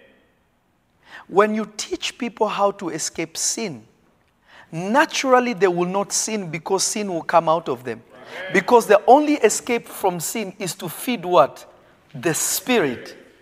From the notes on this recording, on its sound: This episode was recorded live from REVEALED.